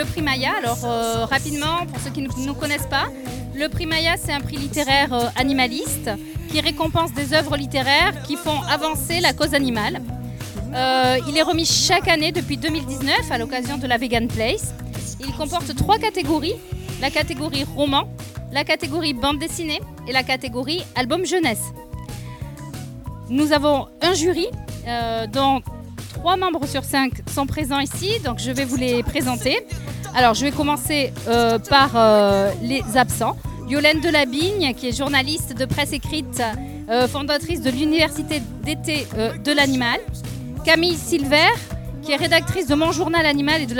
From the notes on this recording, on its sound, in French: Une table ronde enregistrée le 17 juin dernier lors de la Vegan Place de Tours. Lors de la dernière Vegan Place de Tours.